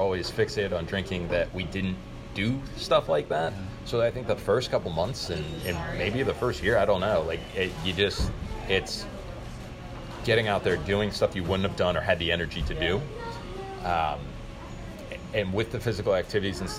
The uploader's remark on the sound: Interview on location at "Jolly Pirate Donuts"